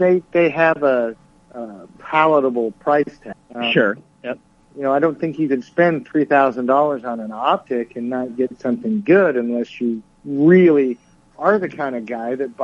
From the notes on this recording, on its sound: a phone conversation